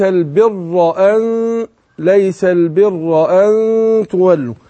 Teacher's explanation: الراء في البر مفخمة عشان ايه؟ مفتوحة ومشددة